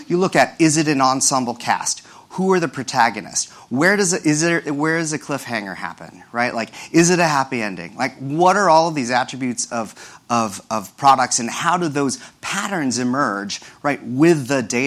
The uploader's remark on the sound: This discussion took place during #ProductCon NYC 2018, the biggest product management conference in the world!